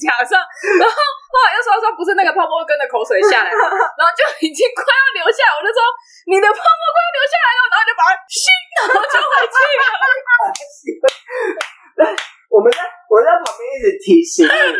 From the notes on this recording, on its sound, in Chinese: 本集音質不好